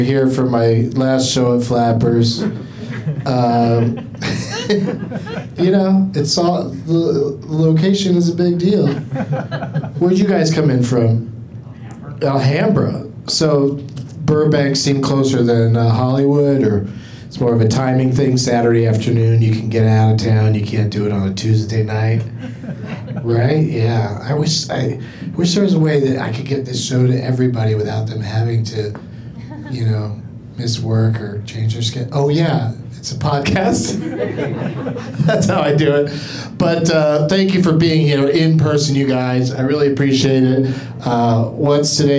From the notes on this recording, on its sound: Live from Flappers in Burbank